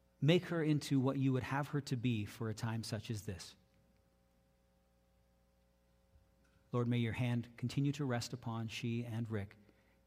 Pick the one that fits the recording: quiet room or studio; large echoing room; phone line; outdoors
large echoing room